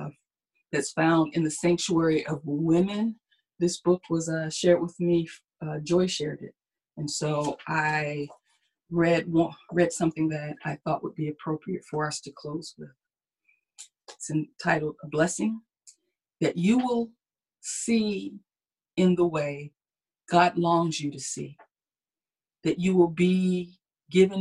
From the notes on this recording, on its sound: Our Zoom streamed Sunday Service!